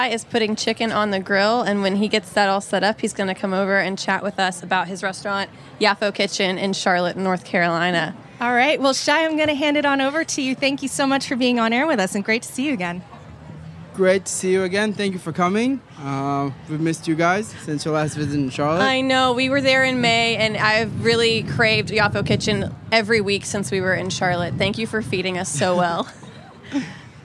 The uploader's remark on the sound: To kick off Charleston Wine + Food, we catch up with one of our favorite Charlotte-based chefs at the Springer Mountain Farms campfire!